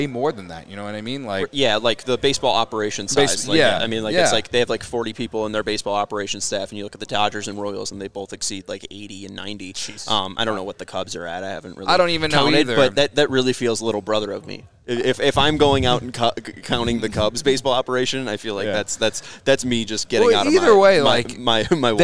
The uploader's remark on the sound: LIVE from Circa Resort and Casino